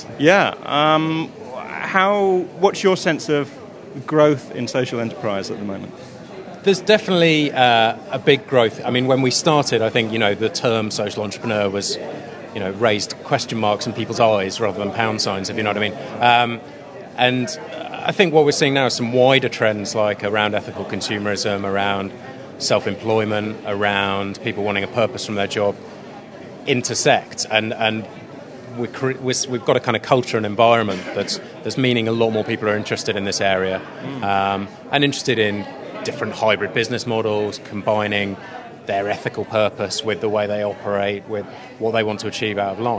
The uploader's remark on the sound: Live interviews with social entrepreneurs and support groups capture the enthusiasm and passion of the social enterprise scene at the extraordinary Shine conference.